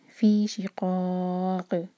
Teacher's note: قاف پر جب رکیں گے تو یہاں پر قاف پر قلقلہ ہوگا. فِي شِقَاق، اور کیونکہ یہاں پر سکون کر کے رک رہے ہیں تو یہ ہے مد عارض سکون، تو قا چار حرکہ ہونا چاہیے.